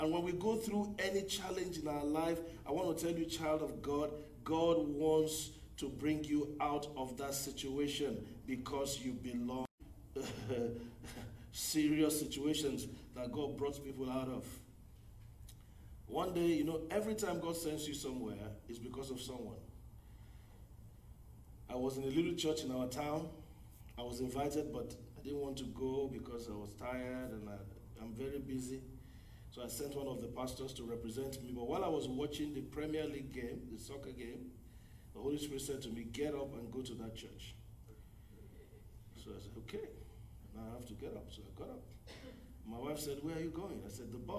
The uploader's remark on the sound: Brazos Valley Cowboy Church Ministration. Message preached at Brazos Valley Cowboy Church, Texas USA.